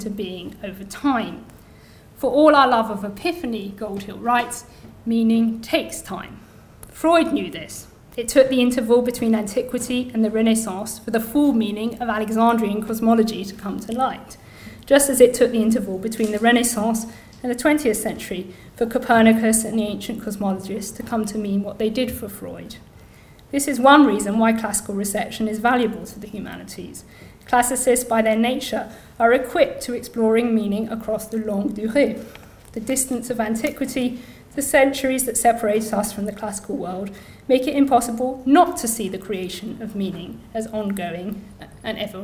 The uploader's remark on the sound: Inaugural Lecture